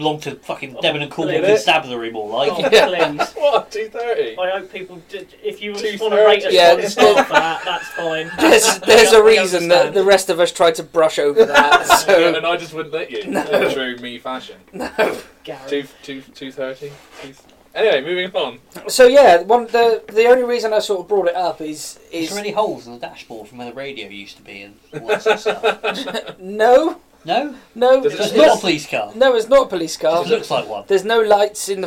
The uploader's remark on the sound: We are aware there are some slight audio issues and we do apologise.